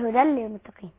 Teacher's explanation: يعني الحرف هيذهب هيتدغم، فلما يتدغم هيصيح، الصفة كمان هتصيح، مش هيبقى فيه غنة، هو يدغم بس غير غنة · Term: الادغام بغير غن